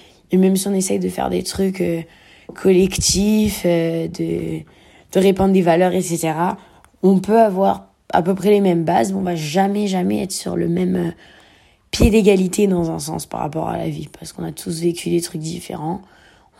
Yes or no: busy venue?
no